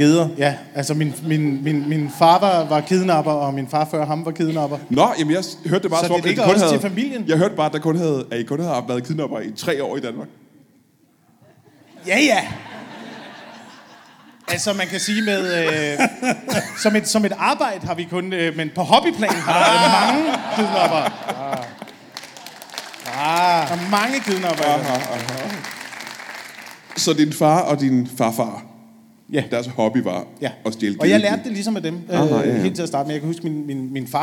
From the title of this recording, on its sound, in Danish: LIVE fra Kjellerup